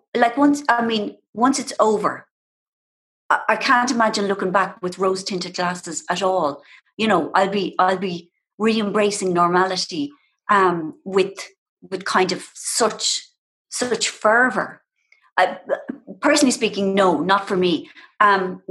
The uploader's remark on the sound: This episode is the live recording taken from the first ever Zoom event for The Women's Podcast. On Zoom for a virtual get-together.